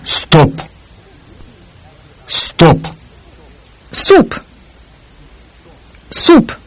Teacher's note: Be careful not to aspirate the sound at the end of a word.